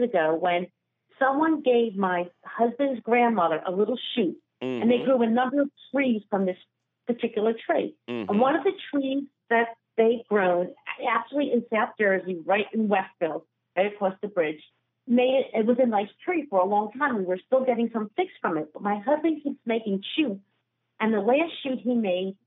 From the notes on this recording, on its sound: your misinforming phone calls